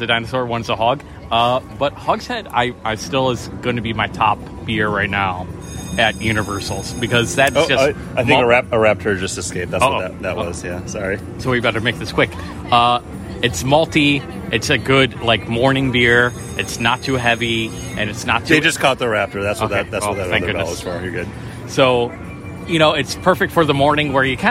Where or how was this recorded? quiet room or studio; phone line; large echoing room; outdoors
outdoors